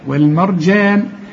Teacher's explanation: الراء هي هنفخمها والجيم هنرققها